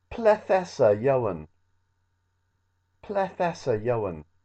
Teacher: because Essa starts with a vowel, then you've got to put a th on the end of ple.